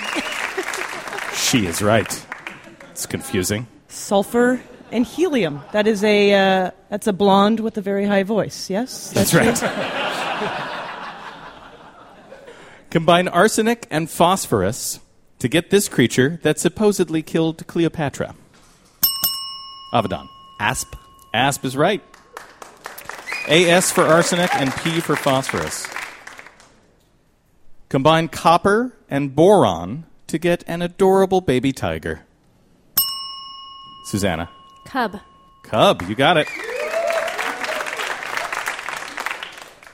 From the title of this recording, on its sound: Live From The 2013 World Science Festival